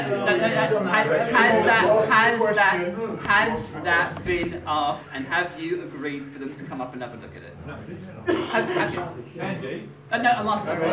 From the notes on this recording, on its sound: Full AUDIO from the HUISC Fan Forum meeting.